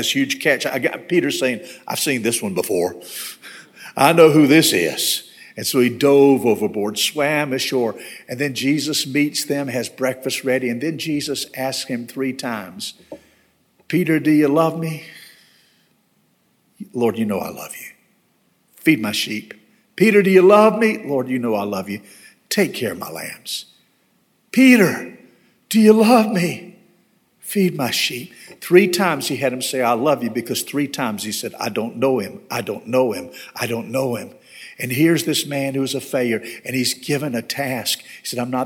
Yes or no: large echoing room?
yes